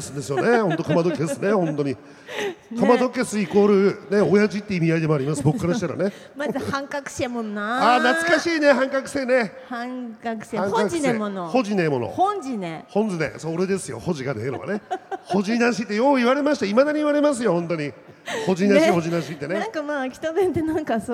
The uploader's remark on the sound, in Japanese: 秋田県内最大級のテーマパーク！？ イオンモール秋田にて公開収録が実現。大勢の観衆を前に、秋田話にも花が咲きました。